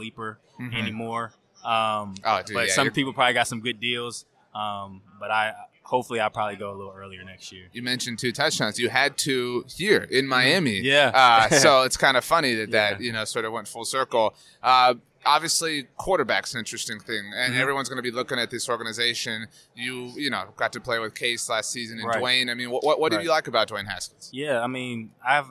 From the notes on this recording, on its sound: on Super Bowl Radio Row!